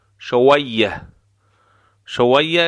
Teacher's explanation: شویه، شویه به معنای کم. واب از برخورد دو لب، لبها حالت غنچه‌ای